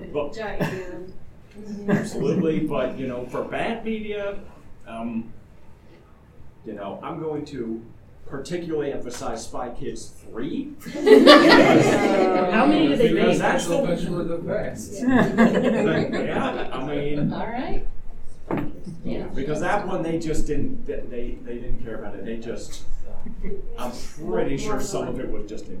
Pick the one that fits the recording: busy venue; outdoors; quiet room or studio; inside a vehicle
busy venue